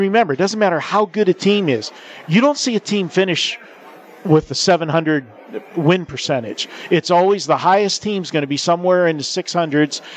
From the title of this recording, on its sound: Live from the Super Book at the Westgate Las Vegas